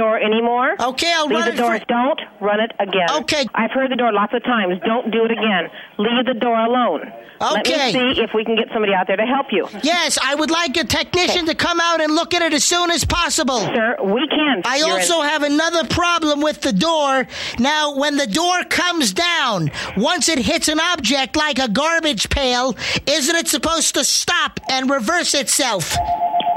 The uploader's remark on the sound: Personal Prank Phone Calls Collection